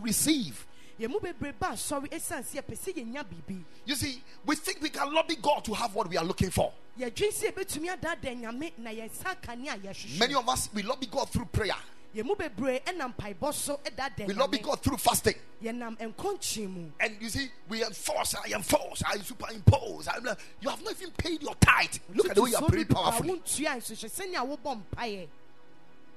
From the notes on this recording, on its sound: Preached at the Ekklesia Chapel